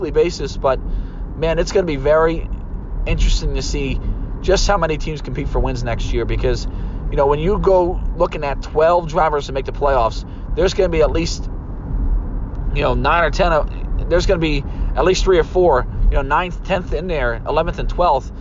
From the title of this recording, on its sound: in the Car